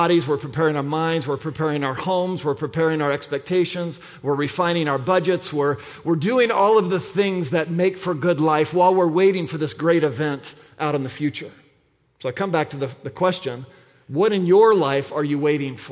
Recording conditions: large echoing room